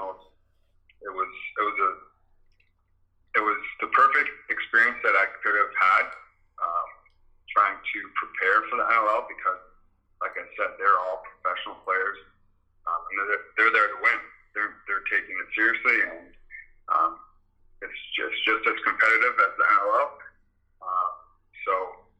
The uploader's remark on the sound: on the phone